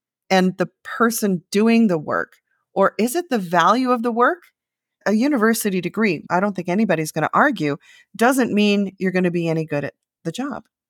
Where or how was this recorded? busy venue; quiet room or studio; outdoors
quiet room or studio